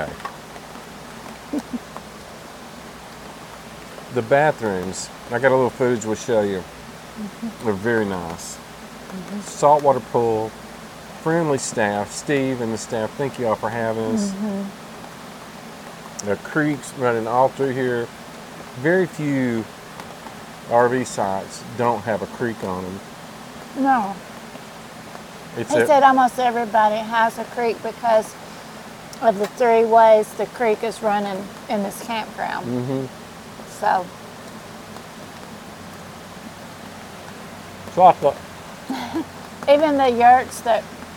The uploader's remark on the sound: Roamstead Campground Gatlinburg Fireside chat